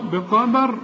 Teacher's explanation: فالدال في القرآن مرققة وتكون أكثر رقة إذا كانت مكسورة